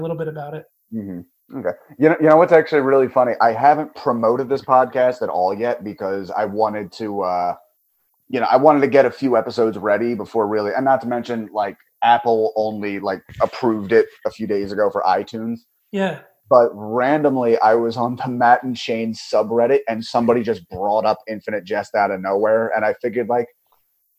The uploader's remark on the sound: Had some recording issues with this one, did my best to make the mix listenable.